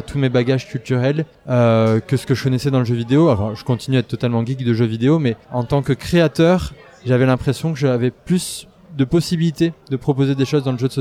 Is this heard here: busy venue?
yes